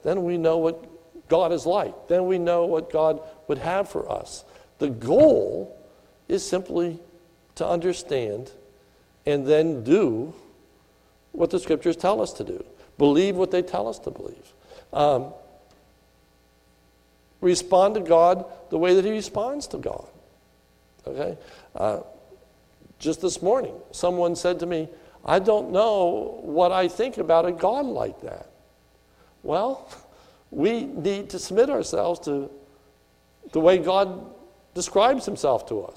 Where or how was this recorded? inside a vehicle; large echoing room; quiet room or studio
large echoing room